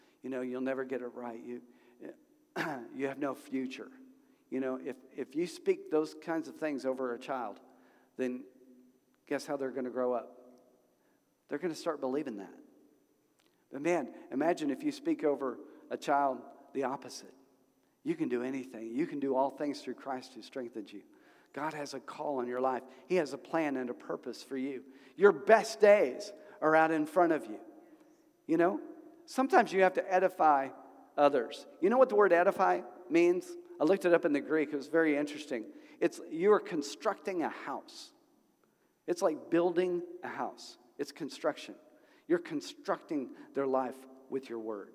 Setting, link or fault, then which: setting, large echoing room